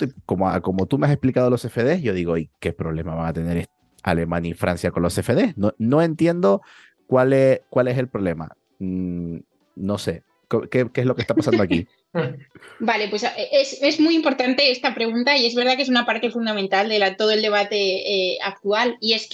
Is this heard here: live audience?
no